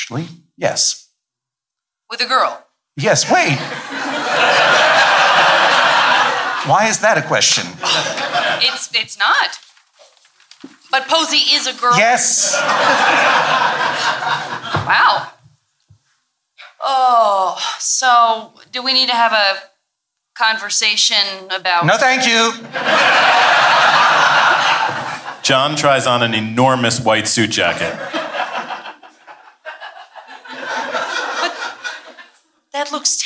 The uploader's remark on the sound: This episode was recorded live from San Francisco Sketchfest 2016. Live table read.